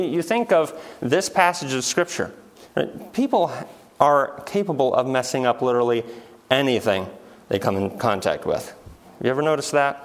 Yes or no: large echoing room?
yes